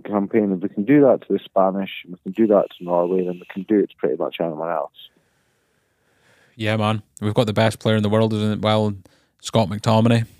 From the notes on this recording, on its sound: Jumped on the phone to do a episode during the absolute rush that is the festive period. Rodecaster troubles.